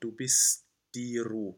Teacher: this special connection between the T and the D, which we combine to one sound. We have a small break before a T sound.